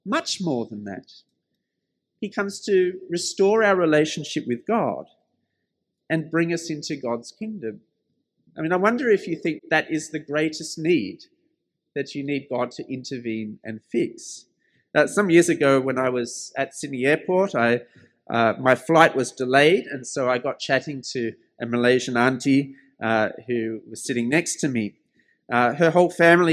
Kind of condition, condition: setting, large echoing room